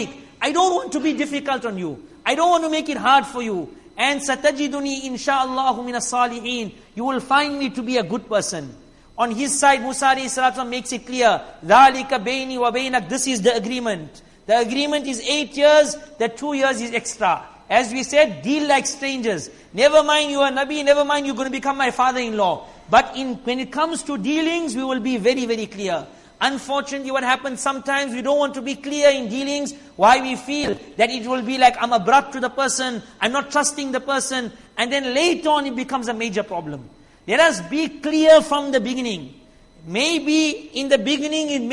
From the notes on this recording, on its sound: Jumuah lecture